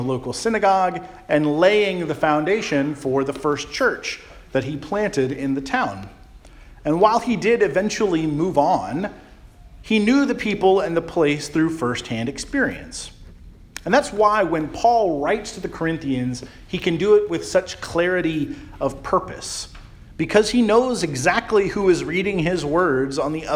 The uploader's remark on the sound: Charles Anglican Cathedral, Bremerton, WA.